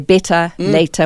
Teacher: In South African English and certainly British English, you don't put the R in. You would say better, later.